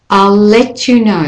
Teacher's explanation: So there's an elision there. One of the L's, we don't say I'll let. We don't double it. I'll let, so one L falls.